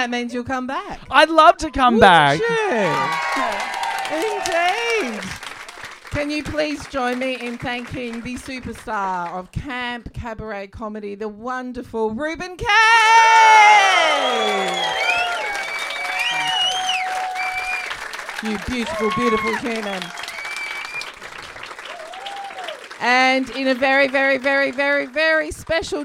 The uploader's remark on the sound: SPECIAL LIVE RECORDING. A recording of the sold-out Live Show. It was recorded in front of a live audience.